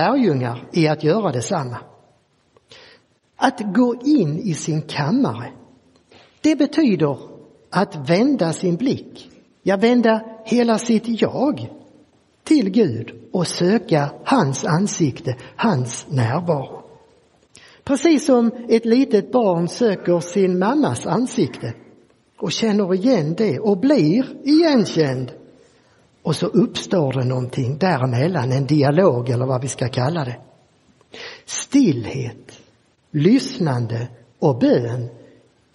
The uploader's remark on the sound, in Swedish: Inspelad i Roseniuskyrkan den 14 maj 2023.